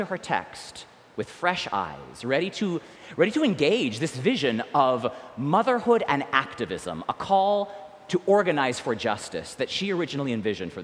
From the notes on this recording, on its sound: recorded live at the 10:00am service on Sunday, May 14, 2023